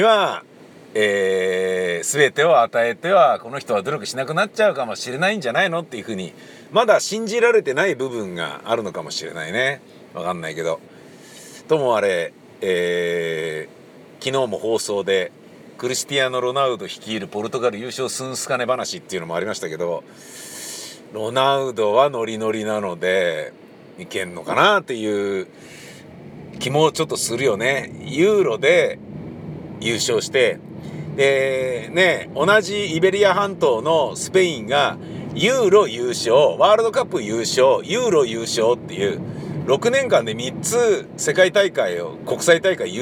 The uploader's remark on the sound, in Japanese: またまた車の中で録音して見ました